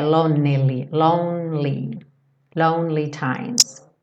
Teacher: lonely, do N você vai para o L, não, não fala o E